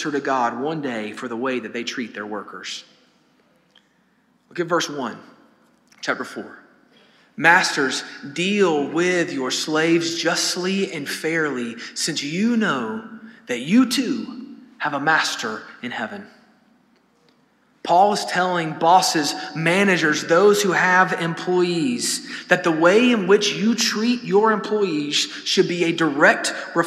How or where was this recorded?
large echoing room